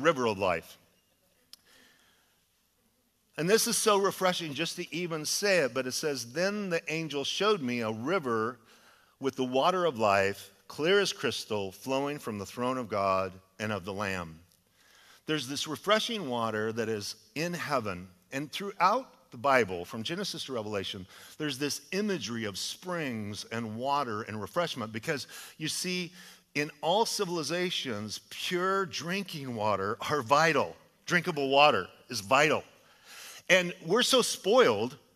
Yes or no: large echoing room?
yes